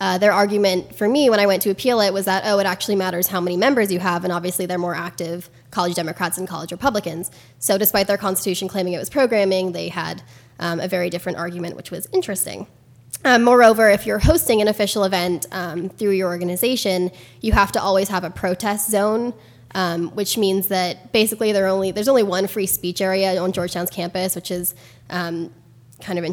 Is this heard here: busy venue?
yes